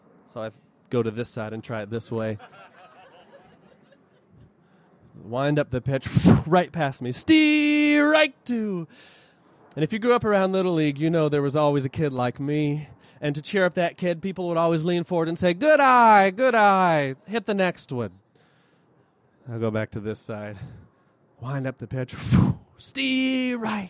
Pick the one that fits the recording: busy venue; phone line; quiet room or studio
busy venue